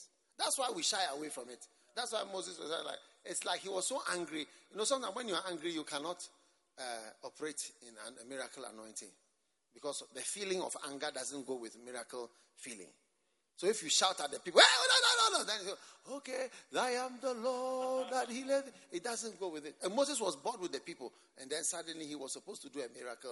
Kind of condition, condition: setting, live audience